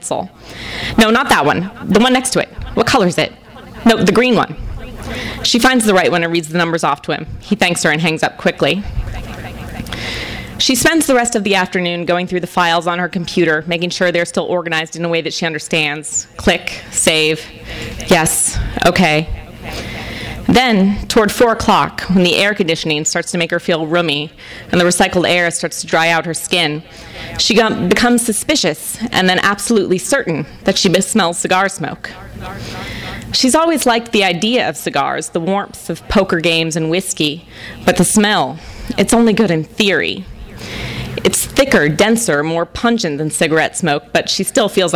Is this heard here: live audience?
yes